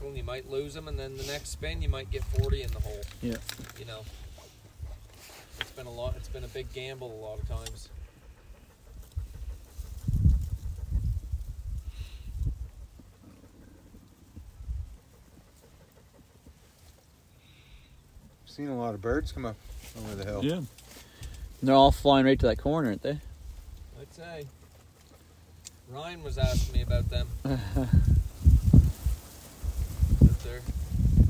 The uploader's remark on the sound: record a podcast live from the blind